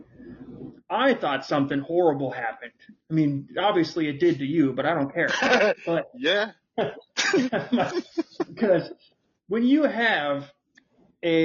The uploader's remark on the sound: We are working with what we have now. We are recording from 2 sides of the country. I assure you our audio will get better.